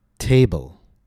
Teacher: Notice the stress on the first syllable, long vowel, higher pitch.